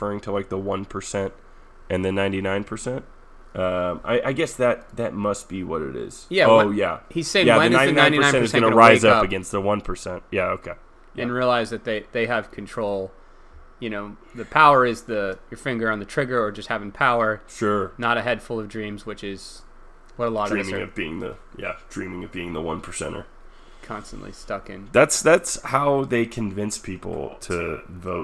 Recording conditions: echo